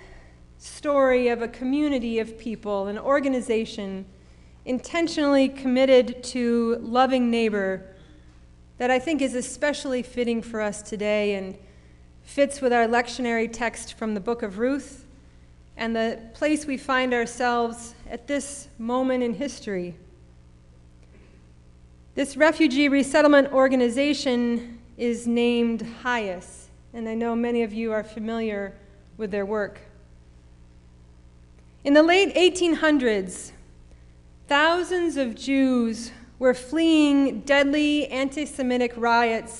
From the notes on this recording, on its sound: Sermon preached at RCHP on October 31, 2021.